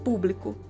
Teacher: Bli e co nós pronunciamos com menos intensidade. · Term: átonas